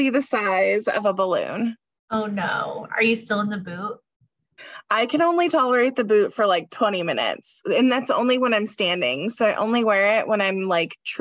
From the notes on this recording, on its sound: do a Zoom call